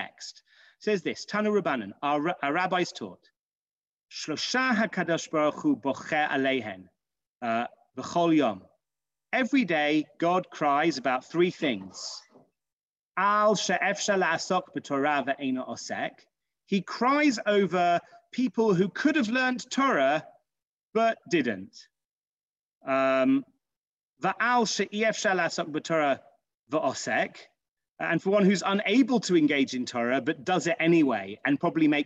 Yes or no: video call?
yes